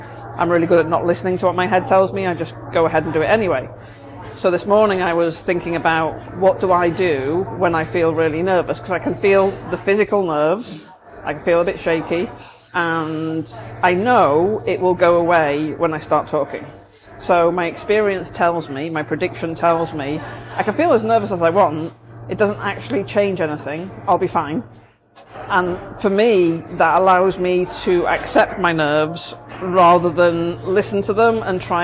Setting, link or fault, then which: setting, busy venue